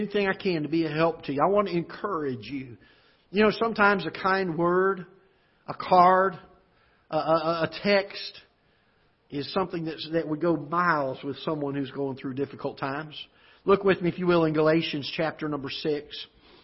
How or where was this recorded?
large echoing room